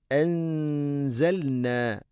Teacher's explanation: സാക്കിനാ നൂനു ശേഷം സായ് ഇഖ്ഫാ ബിഗുന്ന, അവ്യക്തമാക്കി മണിക്കണം